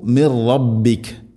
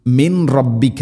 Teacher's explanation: സാക്കിന നൂന് ശേഷം റാ വരുമ്പോൾ നൂനിനെ റായിലേക്ക് ഇദ്ഗാം ചെയ്യണം, മണിക്കാതെ കൂട്ടിലയിപ്പിക്കണം · Shown in: first take